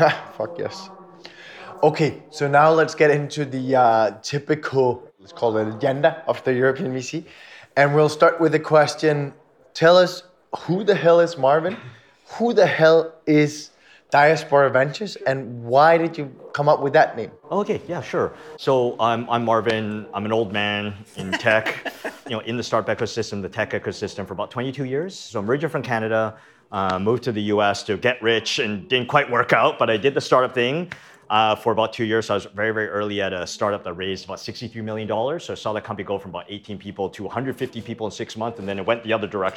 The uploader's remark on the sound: we were lucky enough to record this episode with him during How To Web